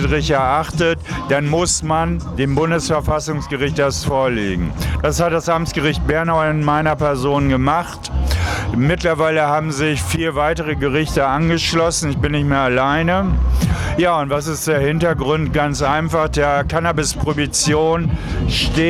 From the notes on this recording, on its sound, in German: Das Interview wurde beim Global Marijuana March in Freiburg aufgezeichnet.